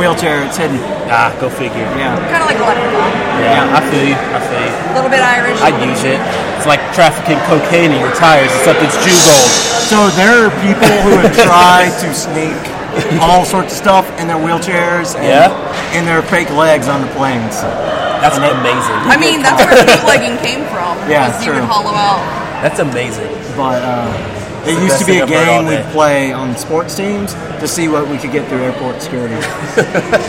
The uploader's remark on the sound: Pardon the ring noise, the effects of having a live mic after a show!